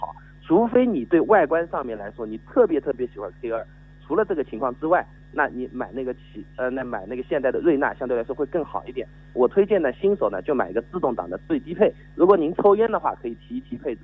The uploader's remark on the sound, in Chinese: 作客金华交通台进行了一次电话连线。杭州去金华的火车票因为春运的缘故没有买上,只有用电话来连线了,音质不太好。